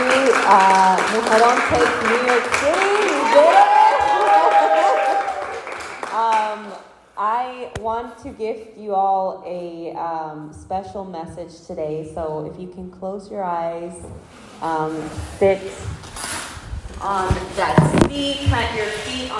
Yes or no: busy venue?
yes